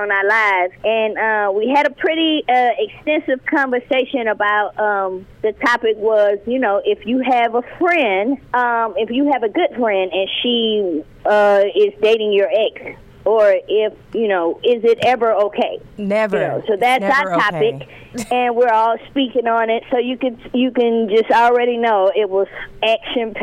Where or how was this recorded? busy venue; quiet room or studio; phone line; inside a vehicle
phone line